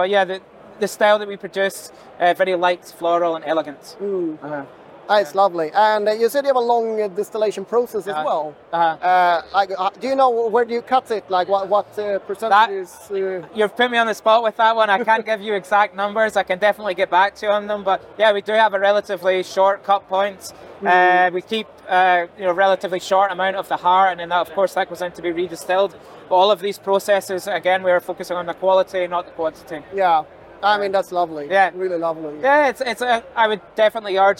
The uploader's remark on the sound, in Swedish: när han besökte Stockholm Beer and Whisky festival